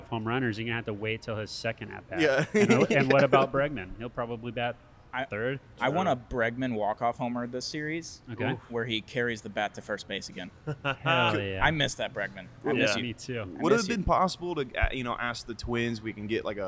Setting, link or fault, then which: setting, busy venue